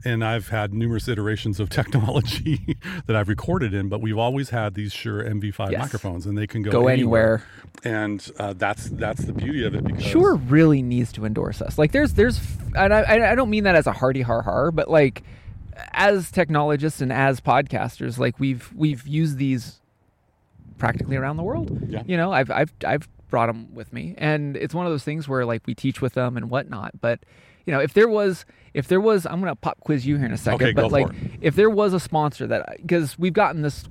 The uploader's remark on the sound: For this summit of an episode, we recorded live from the top of the Whatcom famous Oyster Dome.